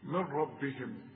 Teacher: شوف، وما أوتي النبيون من ربهم، عند نون بعدها راء، وانت عارف ان النون السكنة اللي بدون تشكيل اللي يجي بعدها ره اسقطها من النطق